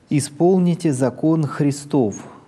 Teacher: «закон Христов» опять с основного тона повышение и снова на основной тон